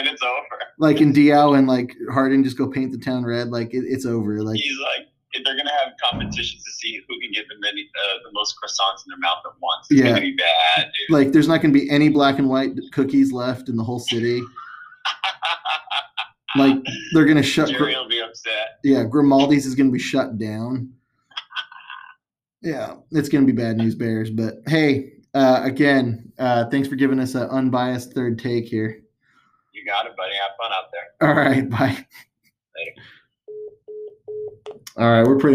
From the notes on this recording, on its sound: An impromptu emergency trade podcasts that features 5 call in guests and a statement from a 6th.